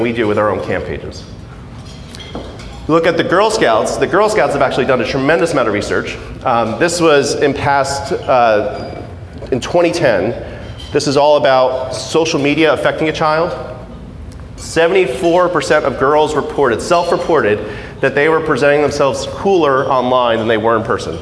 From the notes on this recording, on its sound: Keynote speaker at the Society of Camp Director 's dinner. On this episode of the podcast, you'll find the audio of his talk.